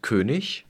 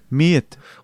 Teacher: Ansonsten, typisch schwäbisch, sind die nicht existenten Ös und Äs. · Shown in: second take